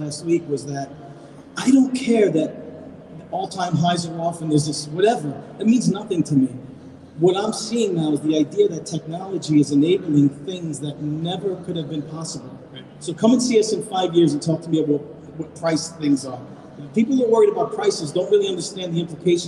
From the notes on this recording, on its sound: a conversation from January 2022 recorded at The Hugh in Midtown hosted by CryptoMondays